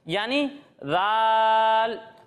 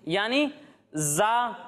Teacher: جب ہم زال کی ادائیگی کریں گے تو اس میں سیٹی کی آواز نہیں آئے گی، یعنی زال، اور جب ہم اس کی ادائیگی کریں گے تو اس میں سیٹی کی آواز آئے گی یعنی زا